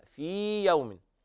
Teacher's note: تعرج الملائكة والروح إليه في يوم كان، في يوم، هنا ليس في تماثل، لأن الياء الأولى مد حرف مد، والياء الثانية تخرج من وسط اللسان